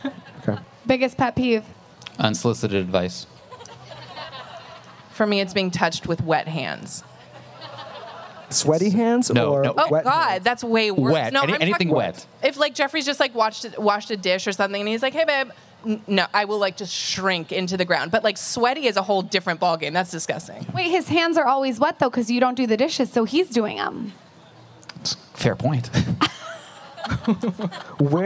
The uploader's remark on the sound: we pull audio from our live event at The Grove in LA